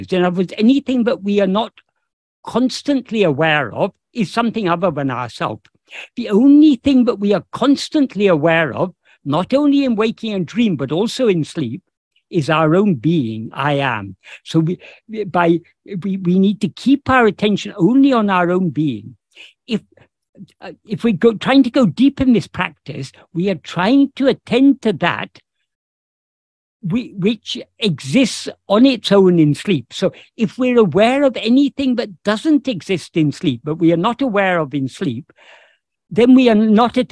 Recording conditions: video call